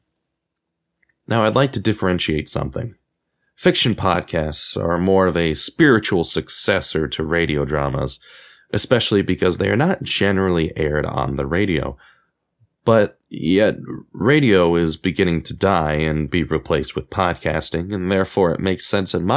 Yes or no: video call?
no